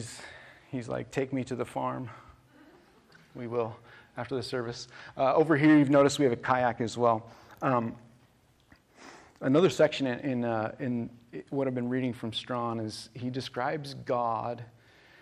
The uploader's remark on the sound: This message was recorded on June 18, 2023, at View Ridge Middle School in Ridgefield, Wa.